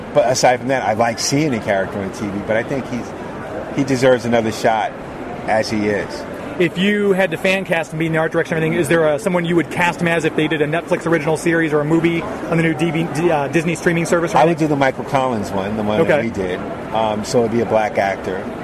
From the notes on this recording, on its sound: LIVE from Planet Comicon 2019!